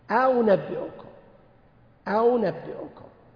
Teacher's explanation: سهل الهمزة الثانية قريبة من الواو · Term: همز مسهل